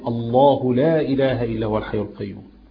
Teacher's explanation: والفتحة لما بتأتي قبل لفظ الجلالة بيفخم لفظ الجلالة · Term: تفخيم